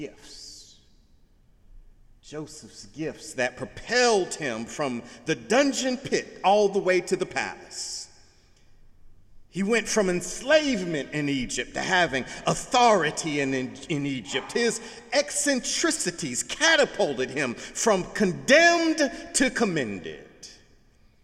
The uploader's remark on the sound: Sunday sermon August 27, 2017 in the Memorial Church of Harvard University